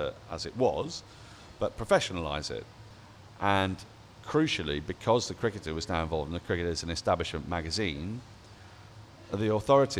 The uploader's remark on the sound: Recorded live from The Wheatsheaf Pub - Tooting.